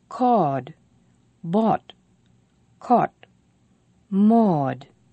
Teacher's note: There's another low back vowel, and it's aw, and we call it vowel sound 7.